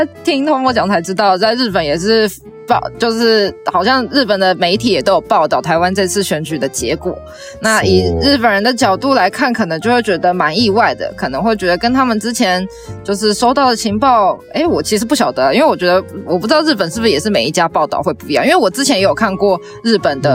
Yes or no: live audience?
no